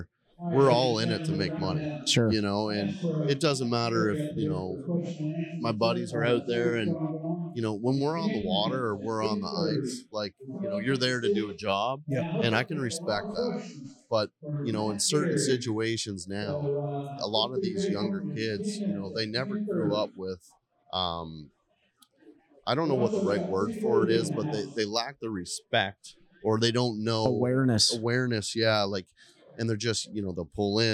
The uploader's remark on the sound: This episode was recorded during Anglers Choice Open House in Martinsville Virginia so there is some background noise as announcements were being made. We cleaned it up the best we could.